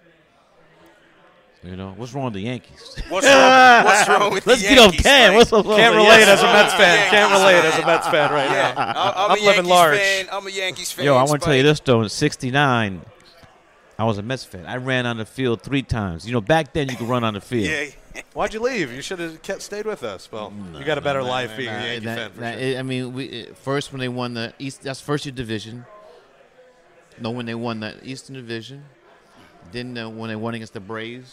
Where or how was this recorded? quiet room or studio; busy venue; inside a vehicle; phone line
busy venue